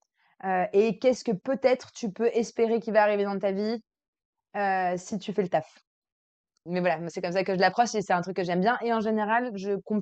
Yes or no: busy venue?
no